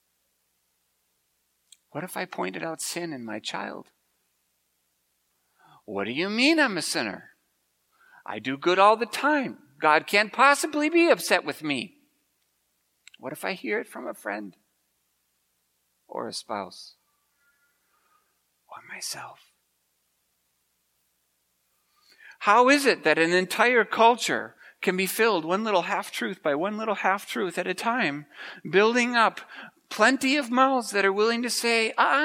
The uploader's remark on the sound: preached at Grace Ev.